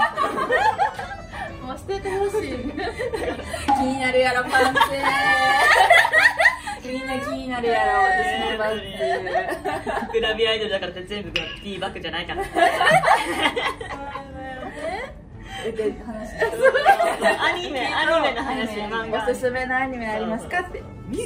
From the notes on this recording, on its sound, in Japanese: 番組初の公開収録が開催されました